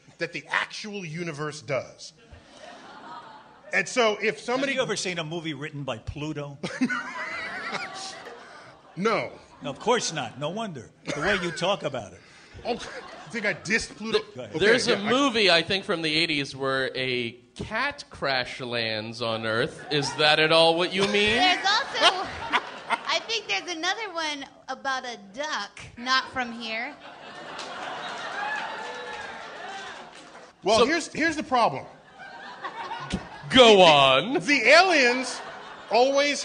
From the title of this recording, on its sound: Live at the Bell House